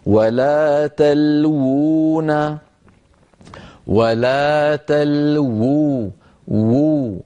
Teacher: النطق هنا بواوين، الواو الأولى مضمومة والواو الثانية ساكنة. ولا تلوون، ولا تلوو، وو الواو الأولى مضمومة والثانية مدية.